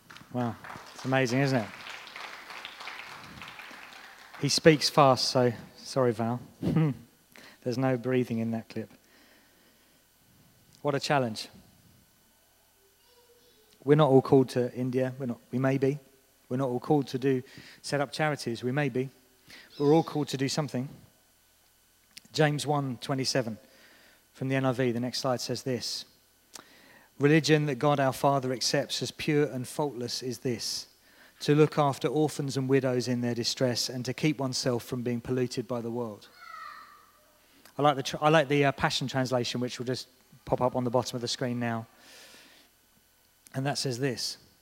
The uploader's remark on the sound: This was recorded at Skylark Church.